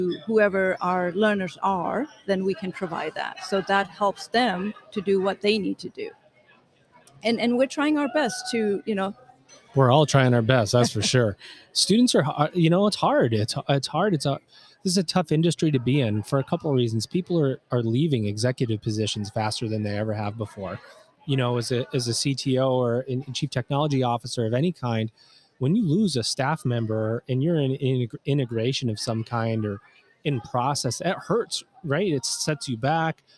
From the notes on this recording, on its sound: This episode was recorded LIVE at Ellucian's #eLIVE23 conference in New Orleans!